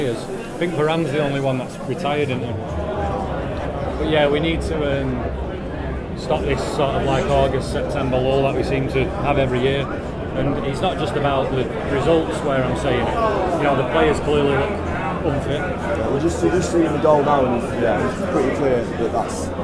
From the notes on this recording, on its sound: Recorded around Old Trafford for the Brighton defeat.